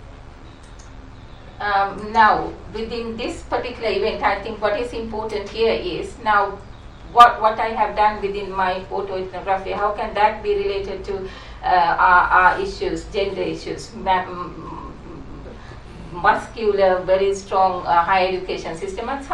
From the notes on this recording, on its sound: speaks at SRHE International Research and Researchers Network Event